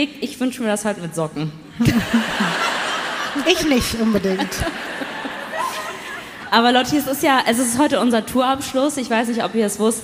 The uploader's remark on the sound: LIVE in Berlin